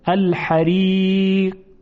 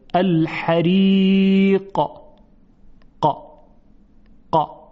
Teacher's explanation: در تلفظ قاف یک حالت قلقله و جنبشی بود · Shown in: second take · حریق، یعنی یک پرشی داشت این حرف.